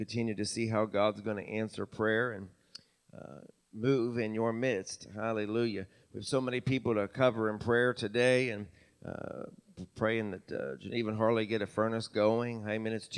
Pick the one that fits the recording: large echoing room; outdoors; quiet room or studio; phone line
large echoing room